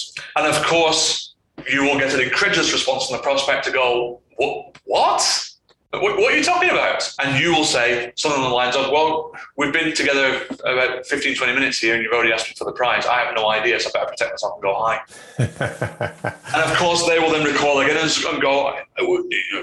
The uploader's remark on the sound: APOLOGIES FOR THE AUDIO QUALITY ON THIS EPISODE